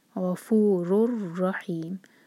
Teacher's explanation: गफूरुर रहीम, गफूरुन था, उसके बाद रॉ से जुड़ेंगे तो रॉ की जो तनवीन है उसके बाद रॉ, तो ये है इदगाम बग़ैर गुन्ना का